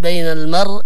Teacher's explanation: لأنه ساكن قبله إيش مفتوح. وإذا كان الراء ساكن وقبله مفتوح يعني نفخم الراء · Term: التفخيم